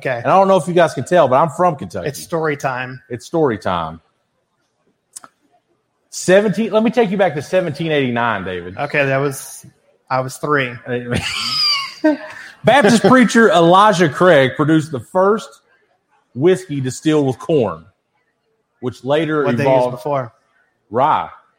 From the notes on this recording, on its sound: Live from Fretboard Brewing. Perform live at their amazing brewery.